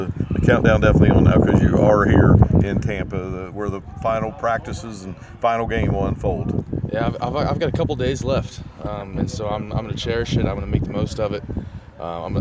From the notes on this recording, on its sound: live from The Union Pub and Grill